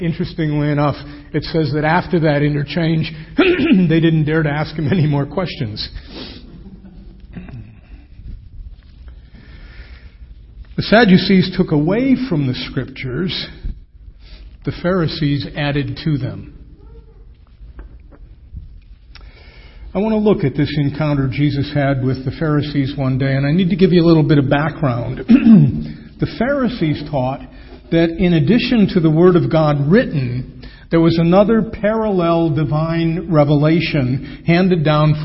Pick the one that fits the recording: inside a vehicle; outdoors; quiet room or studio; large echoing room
large echoing room